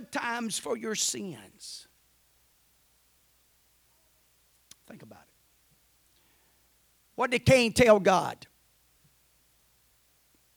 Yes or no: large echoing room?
yes